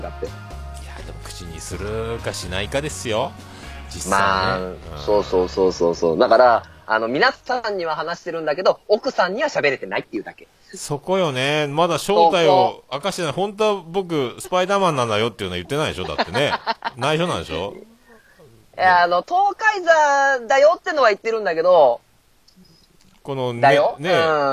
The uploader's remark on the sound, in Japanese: 東海市徘徊収録